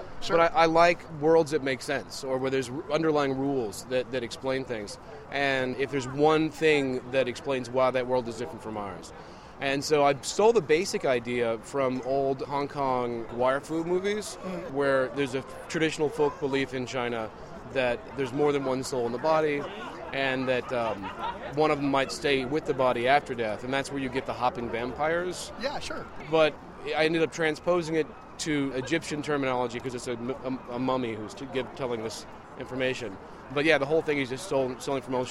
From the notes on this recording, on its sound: A "King" size episode straight from the aisles of Emerald City Comicon 2012.